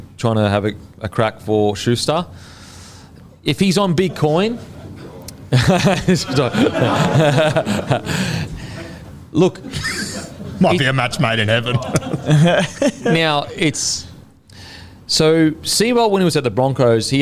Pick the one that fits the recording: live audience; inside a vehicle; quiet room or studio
live audience